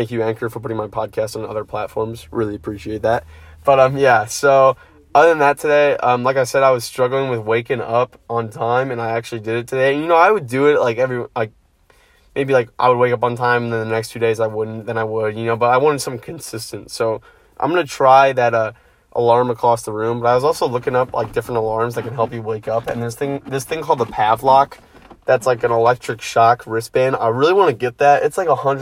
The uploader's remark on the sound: first podcast in my car!